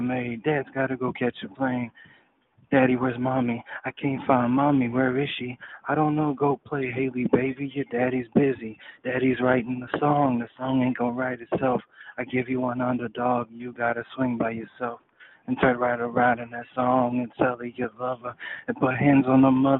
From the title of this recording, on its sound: Conference Call